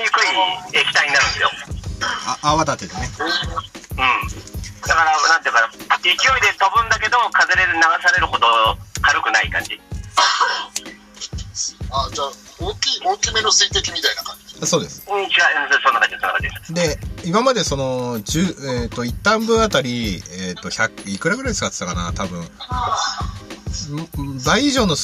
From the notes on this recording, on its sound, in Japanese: クラハで許可貰いながら収録とゆう斬新な方法を開発した